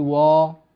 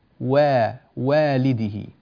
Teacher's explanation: لا تفخم الواو، لا تقول وا، وإنما رقق الألف · Shown in: second take